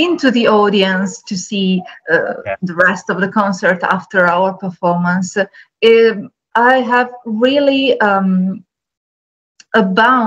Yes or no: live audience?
no